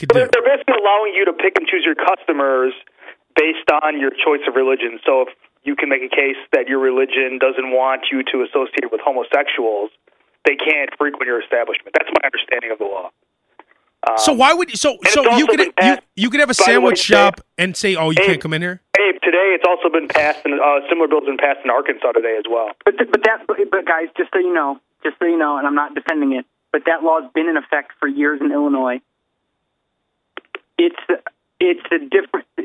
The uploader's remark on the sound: Long drive phone conversations